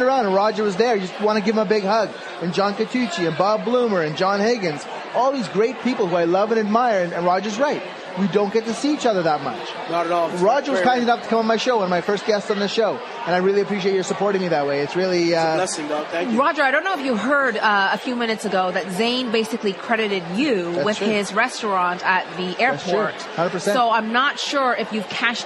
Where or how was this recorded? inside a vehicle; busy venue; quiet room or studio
busy venue